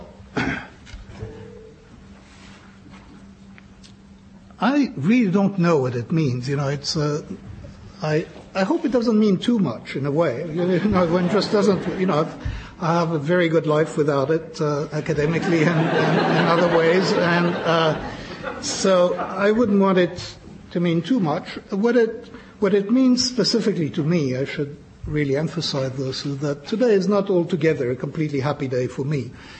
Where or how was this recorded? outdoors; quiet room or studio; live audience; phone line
live audience